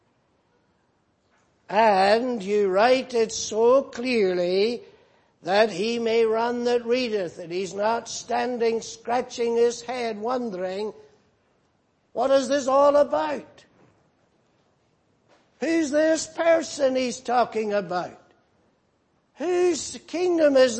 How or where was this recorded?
large echoing room